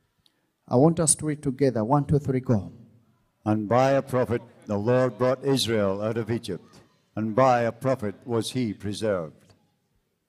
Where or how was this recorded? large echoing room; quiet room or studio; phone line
large echoing room